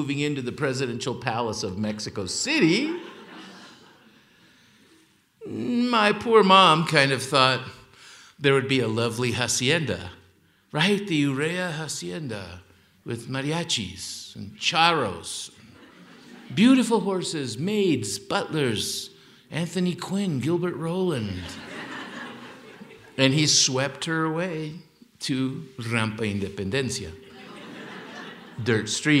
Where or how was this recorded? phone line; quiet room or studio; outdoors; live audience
live audience